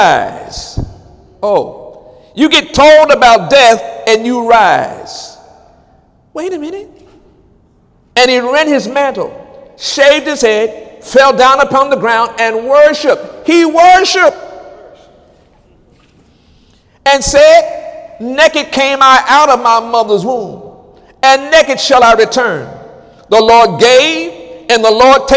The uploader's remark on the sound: During Wednesday night service on August 30, 2017